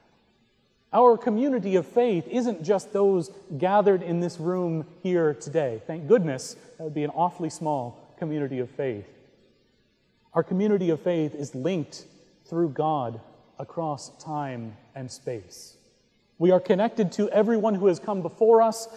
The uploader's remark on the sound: Recorded November 5, 2017 at Trinity Presbyterian Church in Bixby, Okla.